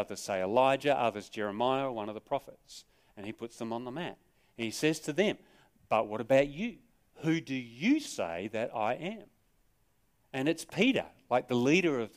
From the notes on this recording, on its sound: Sermon recorded live from Morley Baptist Church.